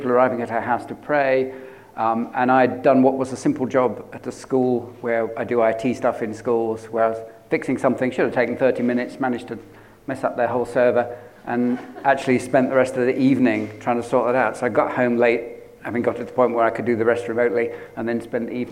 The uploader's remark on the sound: At King's Church, Cockermouth, as an audio file.